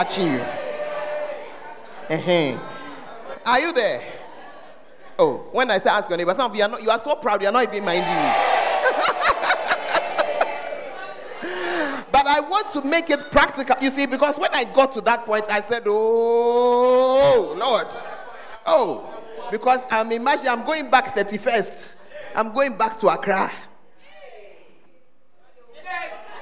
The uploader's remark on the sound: Preached at the First Love Center, Ayeduase.